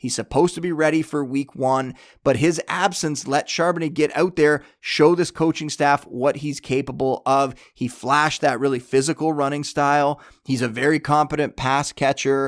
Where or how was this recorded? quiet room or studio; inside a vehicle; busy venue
quiet room or studio